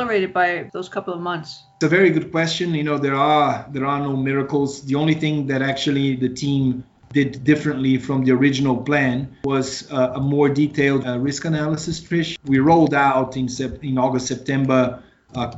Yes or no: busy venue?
no